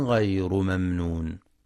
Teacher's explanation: وينتبه لصفة البينية أي التوسط في الميم الساكنة في كلمة ممنون